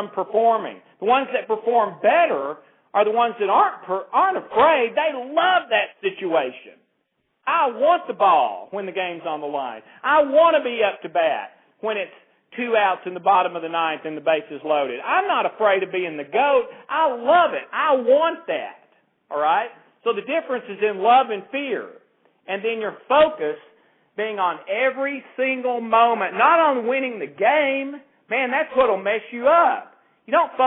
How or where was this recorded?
phone line